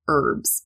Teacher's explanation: We don't pronounce that H at the front like the Brits do. They would say herbs, but in American English, we say herbs.